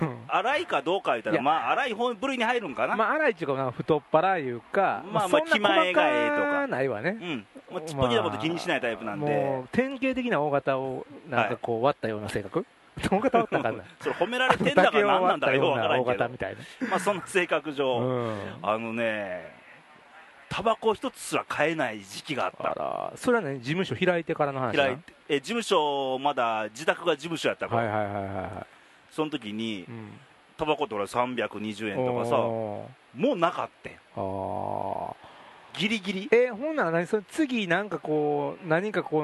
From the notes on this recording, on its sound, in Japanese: 久々の甲子園球場での収録！